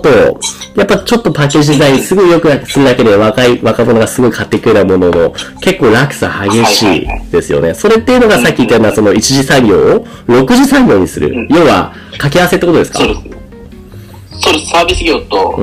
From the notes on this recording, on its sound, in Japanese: 今回機材トラブルで音割れが発生しております